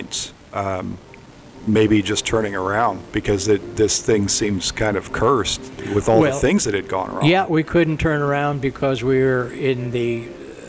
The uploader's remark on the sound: Since we were in an open and active coffee shop and bookstore, you’ll hear a lot of ambient noise. We’ve tried to account for that the best we can, but I also think it gives you a sense of what it was like as we were recording live. We never knew when someone would walk in the door, or when some other noise of normal life would emerge.